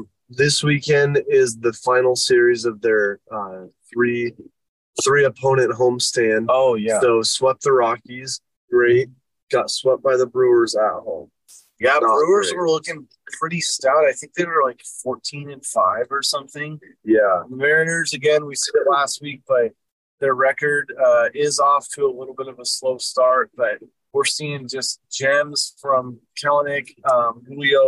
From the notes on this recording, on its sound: The boys take you behind the wheel for episode 147 as they take a driving tour around Boise, Idaho.